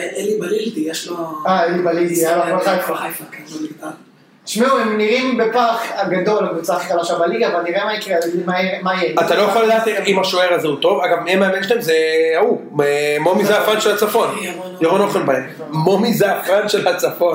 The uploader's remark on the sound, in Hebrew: דפקנו את הסאונד והקלטנו דרך המחשב במקום הקונסולה המקצועית